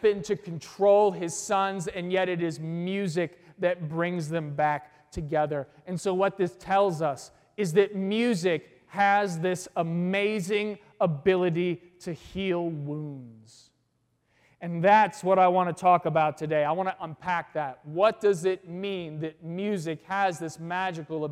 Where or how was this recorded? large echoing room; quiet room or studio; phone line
large echoing room